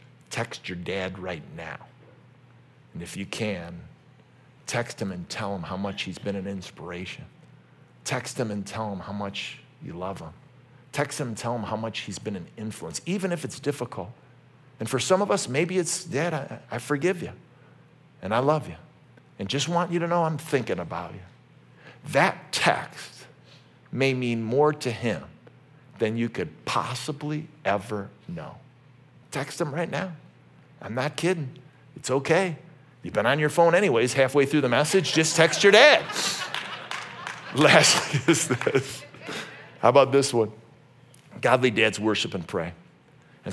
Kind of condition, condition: setting, large echoing room